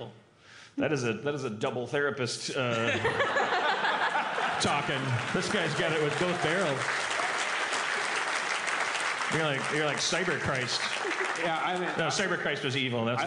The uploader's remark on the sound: LIVE from Just for Laughs Montreal 2016. Harmontown is welcomed by a warm crowd and a sold out show in Montreal.